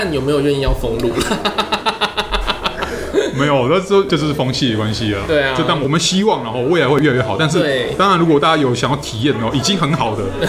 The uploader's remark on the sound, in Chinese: 本集白噪音指數：蚊風級 1/5。錄音地點： 齊客咖啡 The Gathering Cafe。